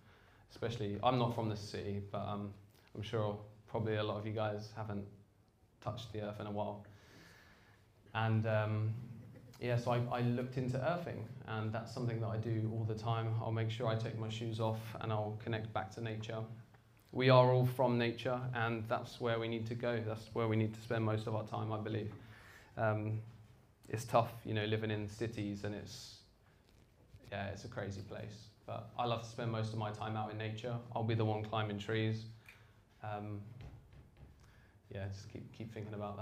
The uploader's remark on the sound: This talk is from the Vevolution archives and was recorded at Vevolution Topics: Health and Wellbeing in 2017.